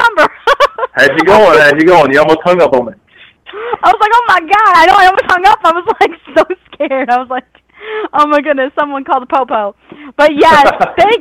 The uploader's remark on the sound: Surprise guest call ins!